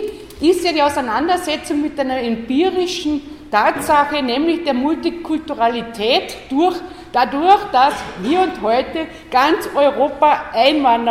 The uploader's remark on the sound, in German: Ringvorlesung im WS 2016 Vortrag